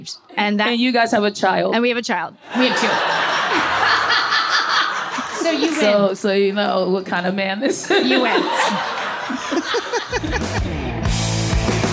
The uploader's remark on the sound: For a special live recording in New York City!